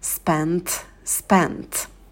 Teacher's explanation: А вот в слове «spent» добавляем придыхание на «т».